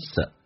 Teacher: So 不被强调，可以说成一个双元音，可以说成一个单元音